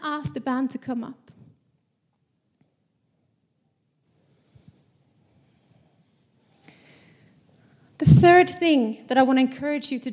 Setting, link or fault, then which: setting, live audience